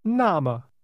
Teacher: Say, in that case, or then, using two falling tones.